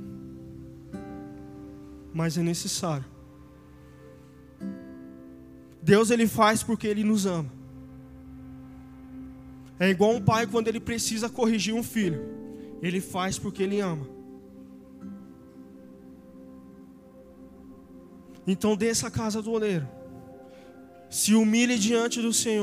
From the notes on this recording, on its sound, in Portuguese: Áudio do Culto de Domingo